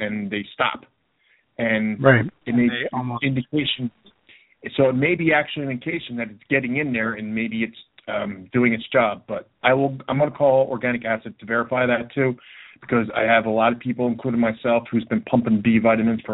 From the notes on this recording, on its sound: Opens up the phone lines for a pure question and answer podcast.